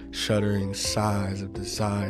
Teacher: like the word sighs, it's like this really breathy word, and it kind of makes the line longer, even though it's not the longest line.